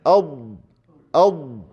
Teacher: برفع لساني من الداخل حافة اللسان آخرها إلى الأضراس بالآلية دي كده، ها ارتفع اللسان سحبت طرف اللسان، وإجراء الصوت من حافة اللسان · Term: الضاد